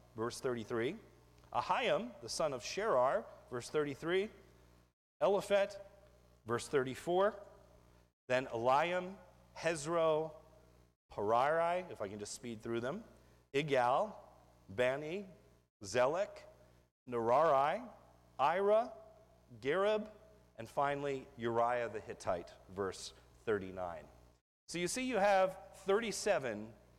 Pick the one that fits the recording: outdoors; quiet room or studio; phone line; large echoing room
large echoing room